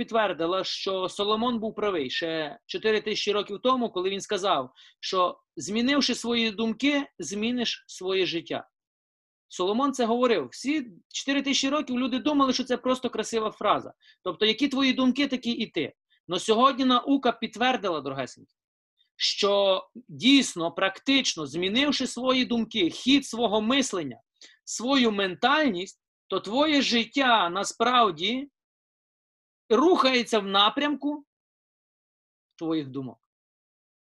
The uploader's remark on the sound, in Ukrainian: Zoom зустріч